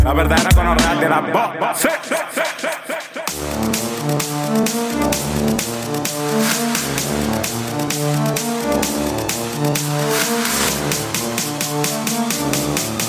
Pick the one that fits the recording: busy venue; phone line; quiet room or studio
busy venue